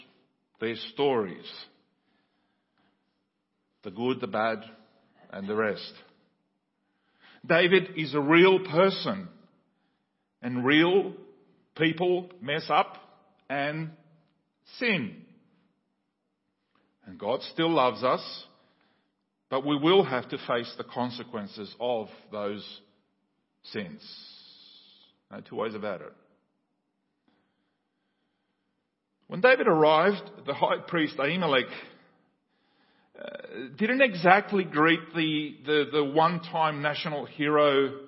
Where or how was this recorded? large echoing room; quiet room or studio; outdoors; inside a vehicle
large echoing room